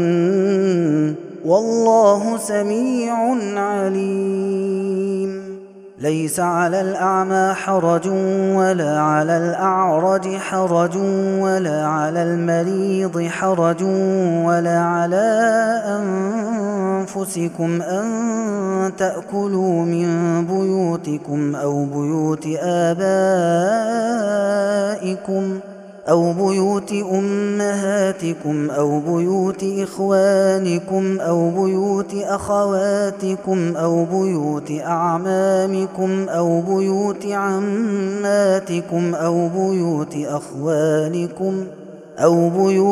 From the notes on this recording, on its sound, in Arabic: هذا التسجيل من صلاة التراويح